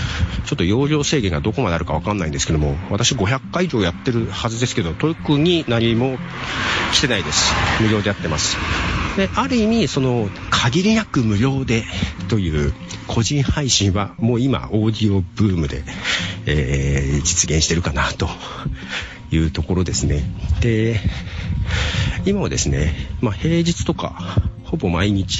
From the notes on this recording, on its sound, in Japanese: 外で歩きながら録音をする。